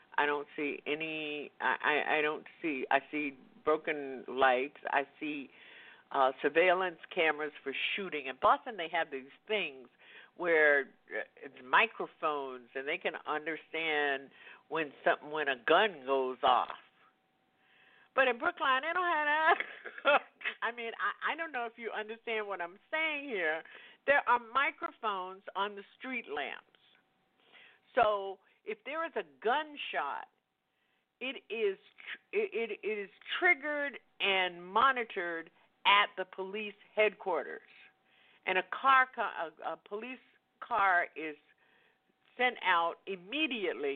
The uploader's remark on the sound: LIVE & Call-In